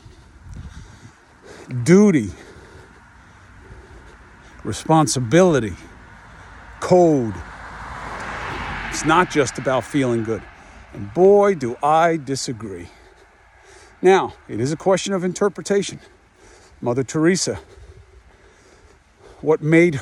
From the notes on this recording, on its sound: Walk and Talk